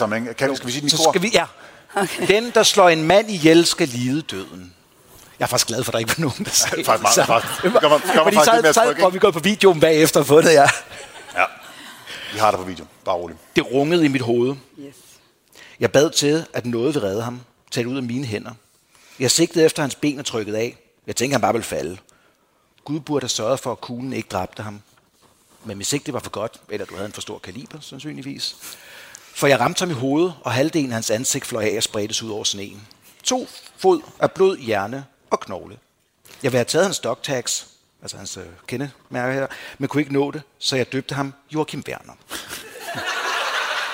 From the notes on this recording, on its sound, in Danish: Live fra Århus Musikhus